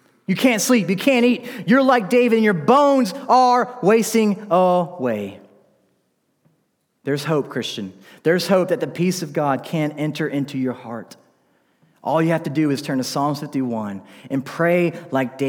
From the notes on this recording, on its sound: This message was delivered during the Sunday evening gathered worship service in December 2019 at Covenant Baptist Church, Valdosta, Georgia.